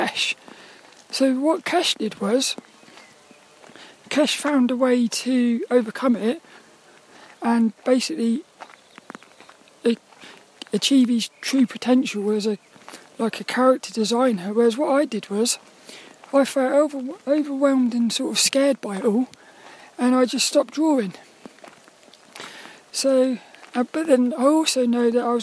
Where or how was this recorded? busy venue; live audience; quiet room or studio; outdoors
outdoors